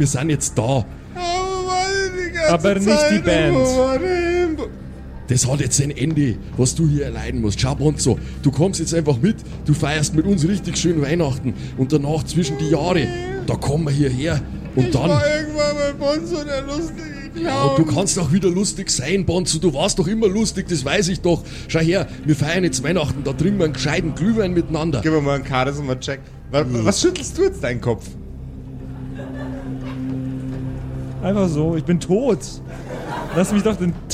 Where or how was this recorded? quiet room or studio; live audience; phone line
live audience